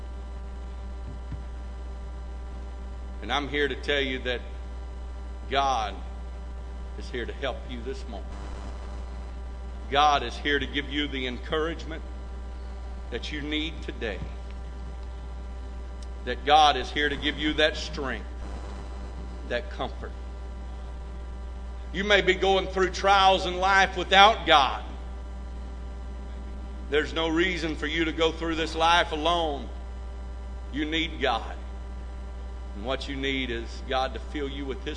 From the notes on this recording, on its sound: This message recorded live from First Pentecostal Church of Silsbee, Texas.